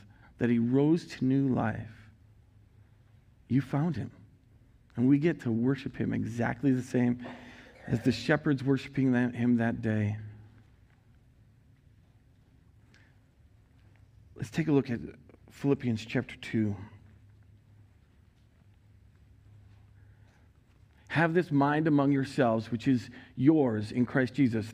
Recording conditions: large echoing room